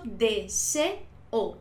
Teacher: En este caso son dos vocales fuertes, tengo que separarlas, por eso deseo, tres sílabas, ¿vale? · Term: hiato